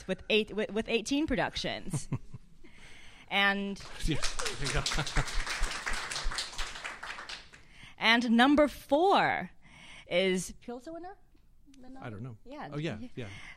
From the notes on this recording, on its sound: Offscript: Live! Live at the Lark.